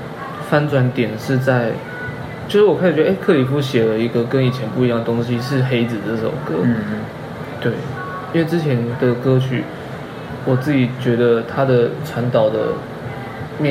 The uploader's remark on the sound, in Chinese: 直接不孝的坐下來假裝客人開始聊天，然後又不小心按到iphone7的語音備忘錄的錄音鍵。